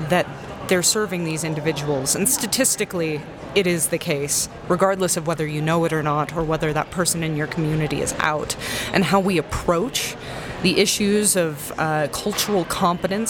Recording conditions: busy venue